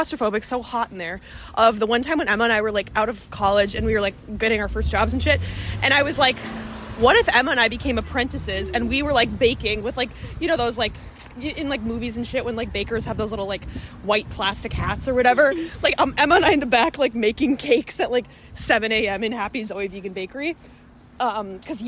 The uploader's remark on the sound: live from the street